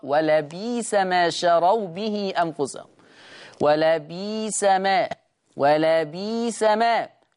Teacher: يبدل الهمز الساكن ياء